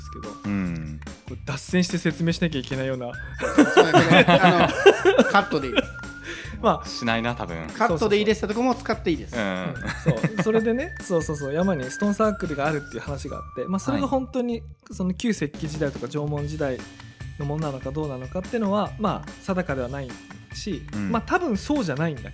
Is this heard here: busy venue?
no